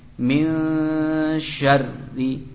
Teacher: Min nun sukun bertemu shin ikhfa